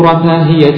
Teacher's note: هي بفتح الراء وتخفيف الياء